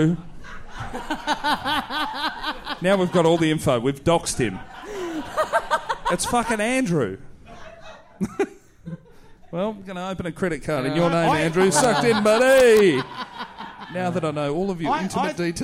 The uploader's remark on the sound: We're back in Brisbane for another HUGE live show in a future condemned building!